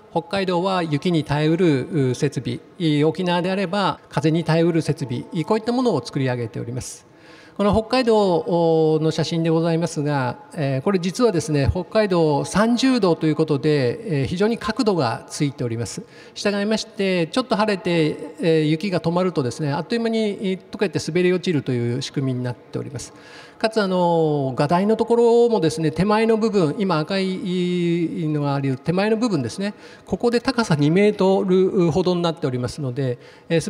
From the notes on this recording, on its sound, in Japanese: 東京証券取引所で開催した「J-REITファン2018」に登壇した